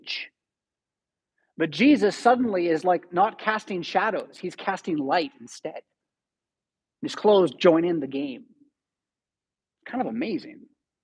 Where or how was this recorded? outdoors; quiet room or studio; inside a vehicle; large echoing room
large echoing room